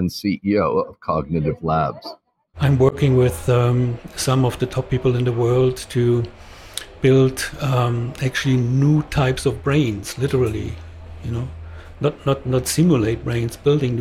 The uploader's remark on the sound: Joining us in the booth Live from Hong Kong FinTech Week